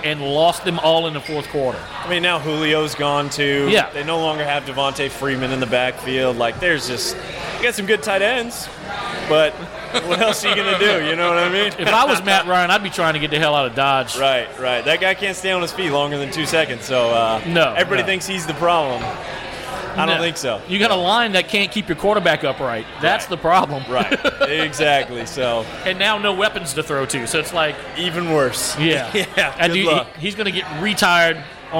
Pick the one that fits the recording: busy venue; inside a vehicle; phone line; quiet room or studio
busy venue